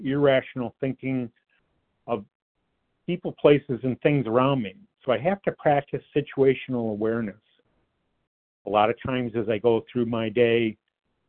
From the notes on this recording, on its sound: qualification from the 100 Pounders Phone Meeting